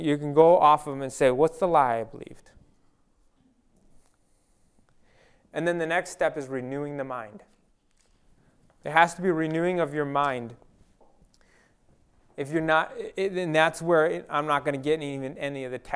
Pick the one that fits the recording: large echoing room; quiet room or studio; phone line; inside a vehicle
large echoing room